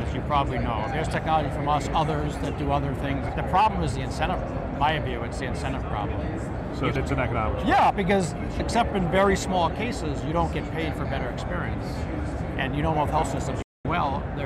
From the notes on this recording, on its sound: Interview in Action live from HLTH